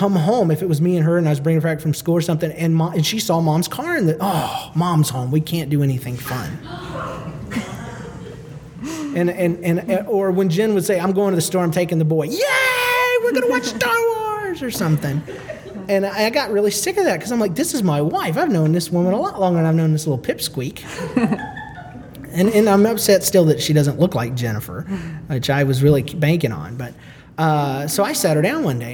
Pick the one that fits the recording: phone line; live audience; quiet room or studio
live audience